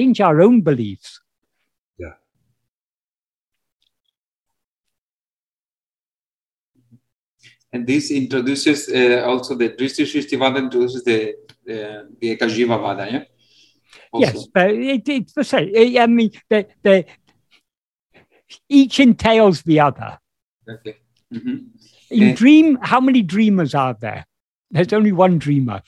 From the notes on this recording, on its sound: In a Zoom meeting.